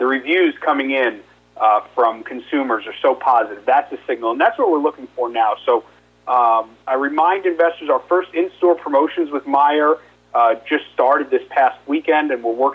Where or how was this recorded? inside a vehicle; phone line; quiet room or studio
phone line